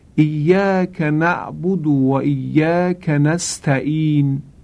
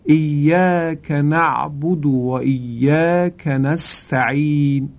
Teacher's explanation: باید از وسط حلق به طوری که دیواره های حلق به هم نزدیک بشه، تنگ بشه و بعد حرف عین تلفظ بشه · Shown in: second take